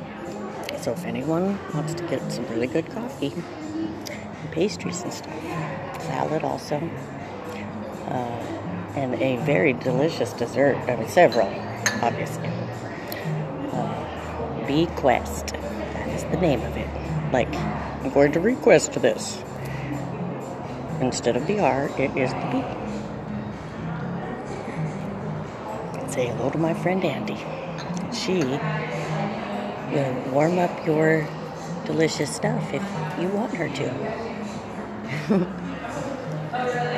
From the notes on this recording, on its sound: Sharing my inner thoughts while walking. I am on my way to listen to sounds along the way.